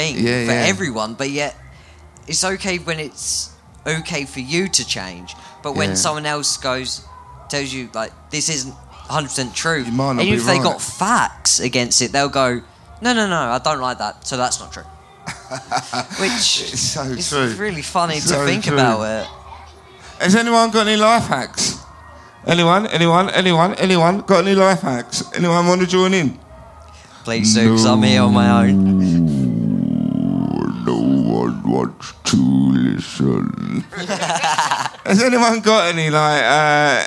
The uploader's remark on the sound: This week we have our live episode recorded at Camp Bestival!